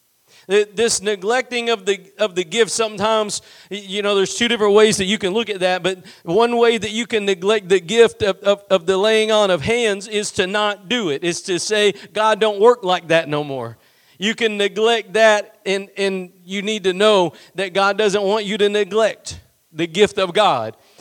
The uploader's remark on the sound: Preached at Gospel Lighthouse in Bossier City, La.